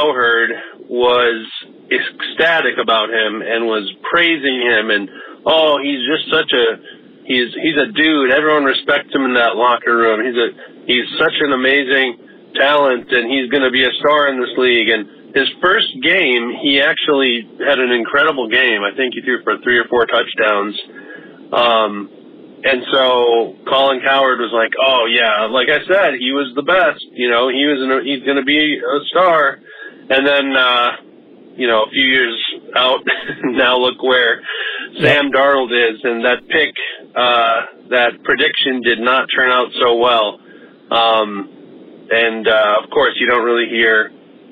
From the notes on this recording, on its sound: We also crack open some unexpected territory as fans call in to offer remedies.